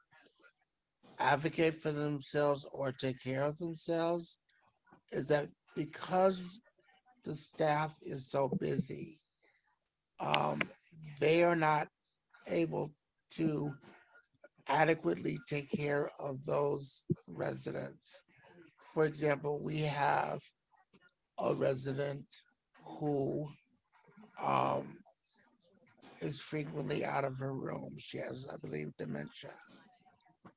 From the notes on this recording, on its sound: In this episode, we are sharing the audio from Consumer Voice’s webinar that was part of the “Dignity for All: Staffing Standards Now!” campaign.